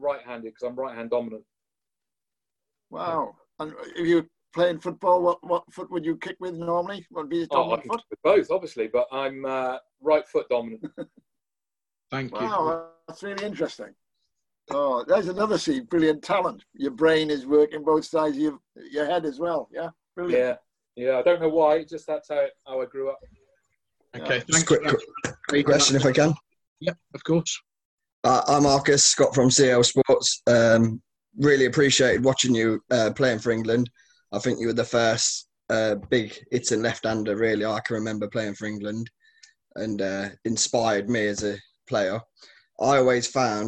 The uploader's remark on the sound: in a webinar originally recorded in 2020